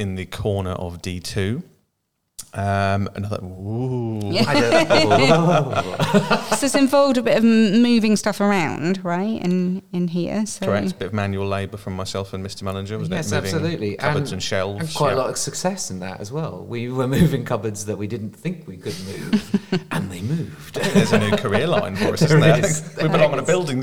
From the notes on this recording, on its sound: It's another special episode, this time recorded during SJLHS Sixth Form open evening.